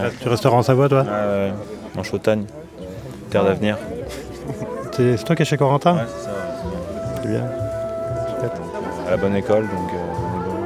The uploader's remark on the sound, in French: L’idée était de confier, le temps d’un week-end, tout le matériel d’enregistrement nécessaire afin de réaliser des reportages sur le terrain. Et c’est l’équipe pédagogique du Campus Montmorot situé dans le Jura qui a répondu avec beaucoup d’enthousiasme.